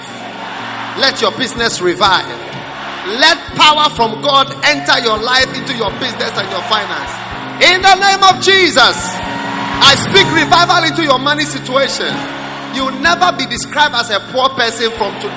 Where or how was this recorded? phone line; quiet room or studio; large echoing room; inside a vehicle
large echoing room